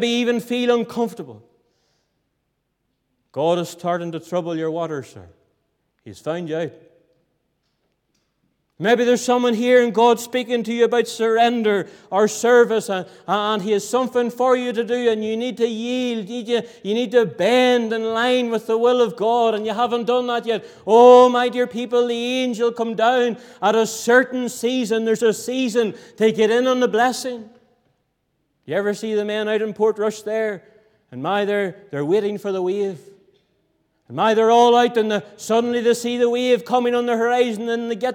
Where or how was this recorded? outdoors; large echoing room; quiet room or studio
large echoing room